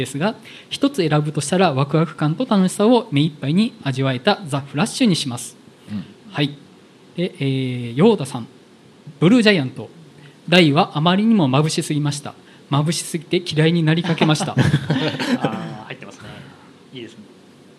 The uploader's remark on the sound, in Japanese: 公開収録in NakedLoft YOKOHAMA。ネイキッドロフト横浜で行われた公開収録。